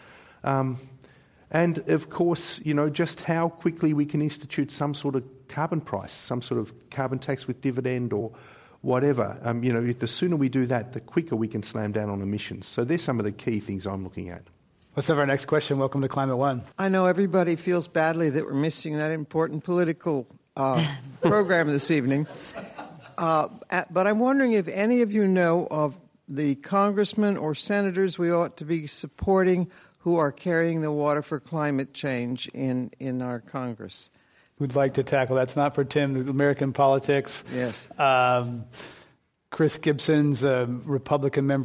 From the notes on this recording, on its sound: This program was recorded in front of a live audience at the Exploratorium with the Commonwealth Club of California on November 10, 2015.